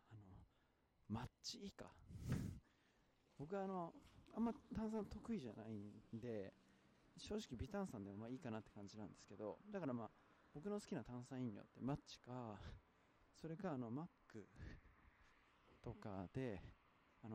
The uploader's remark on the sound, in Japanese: 野外収録のためさまざまな騒音が入り込みますのでご注意ください